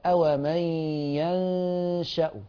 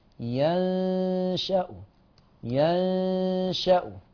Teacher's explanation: فلما يسكن النون هتخفى عند الشين مع تخفيف الشين · Term: الإخفاء